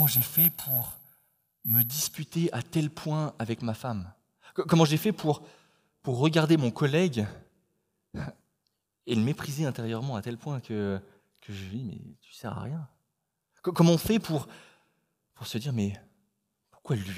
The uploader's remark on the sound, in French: Enregistré à l'église CVV, le 12/09/2021